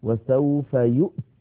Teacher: الله، فلو وقفنا عليها اضطرارا أو اختبارا نقف عليها وسوف يؤت، وسوف يؤت بهمزة ساكنة وبعدها تاء ساكنة